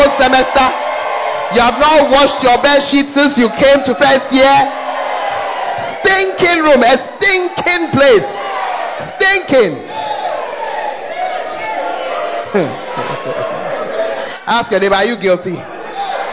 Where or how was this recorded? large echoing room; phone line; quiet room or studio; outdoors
large echoing room